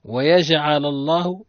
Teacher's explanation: اللام من اسم الجلالة مفخم لأن مسبوق بفتح لأنه سبق بفتح.